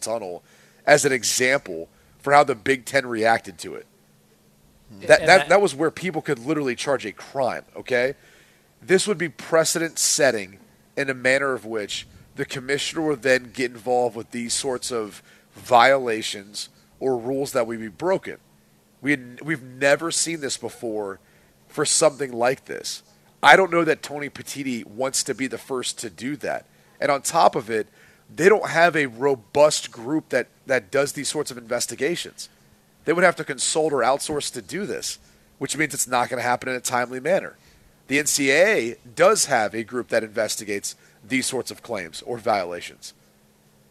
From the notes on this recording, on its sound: broadcasting live from Santa Anita Park for The Breeder's Cup